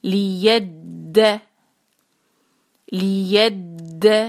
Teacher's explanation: آگے ہم نے یا کو ملایا دال کے ساتھ، دال پہ ہے شدہ، تھوڑا سا سٹریس دیتے ہوئے ادا کرنا اس کو لید لید. یہ جو سٹریس میں کس کو کہتی ہوں، یہ جو ہلکی سی آواز جو ہے ہم بالکل مائنر سی جو ہے ہم اس کو سٹریچ کرتے ہیں آواز کو، اس کو کہتے ہیں سٹریس دینا.